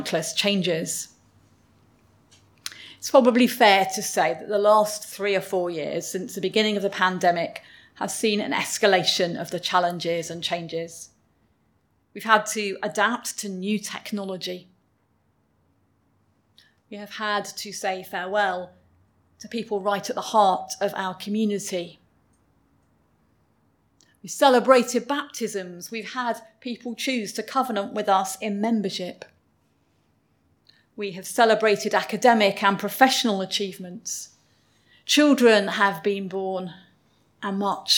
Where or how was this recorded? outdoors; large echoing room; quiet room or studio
large echoing room